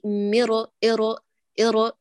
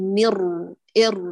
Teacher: صفة التكرير التي هي ارتعادة في بنية الحرف، لكن المخرج ثابت · Shown in: second take